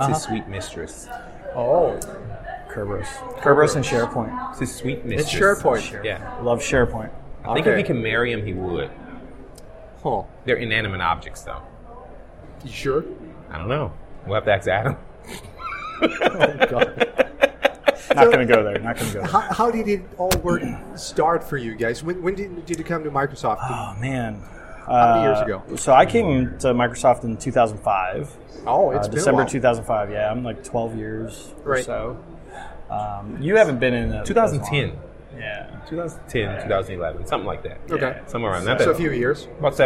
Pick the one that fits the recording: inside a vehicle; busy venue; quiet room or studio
busy venue